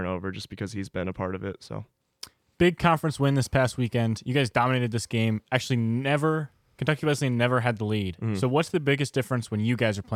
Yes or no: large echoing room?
no